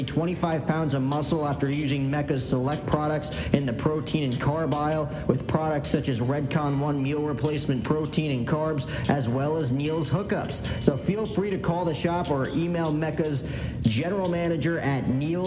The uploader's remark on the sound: The 2019 MLB Winter Meetings LIVE from San Diego at The Hyatt.